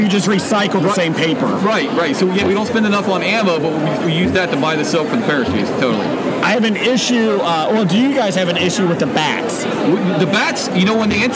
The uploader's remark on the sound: recorded at the 2017 Cincinnati Comic Expo